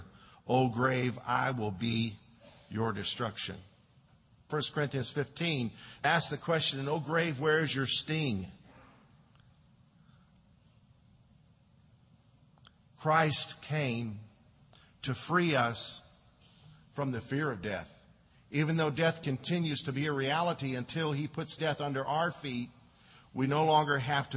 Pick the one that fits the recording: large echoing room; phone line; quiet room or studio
large echoing room